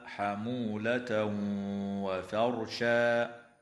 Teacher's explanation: ويدغم التنوين في الواو مع الغنة بمقدار حركتين